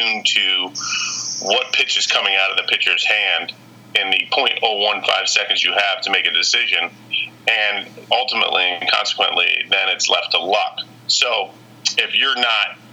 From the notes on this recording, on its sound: on the phone